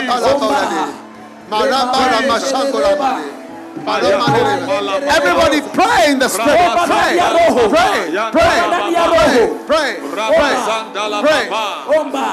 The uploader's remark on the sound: Preached at the Healing Jesus Crusade, Thika-Kenya, from the 29th November-1st December, 2022